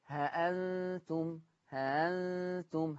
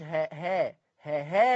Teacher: الهمزة المسهلة لا هي تتحقق ولا هي تطلع حرف هاء · Shown in: first take